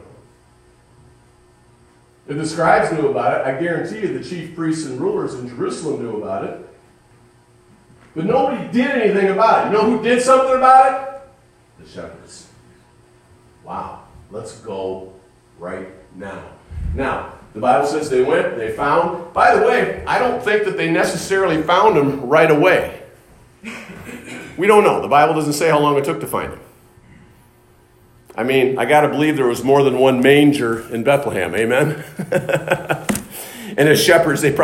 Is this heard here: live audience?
yes